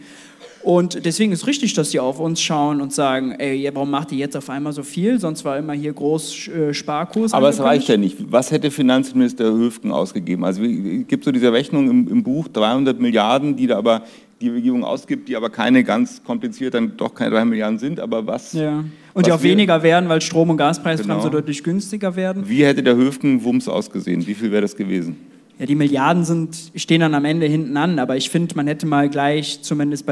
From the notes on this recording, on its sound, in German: Dazu gab es viele Zuschauerfragen! Das Live-Event war mit über 200 Gästen ausverkauft.